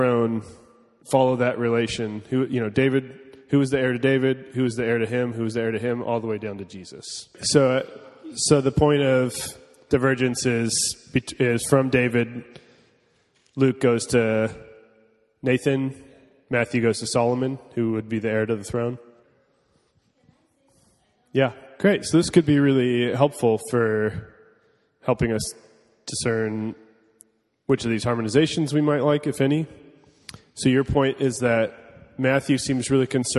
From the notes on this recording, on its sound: (class format). This is a recording of the week 2 of Part 1 of our in-person course.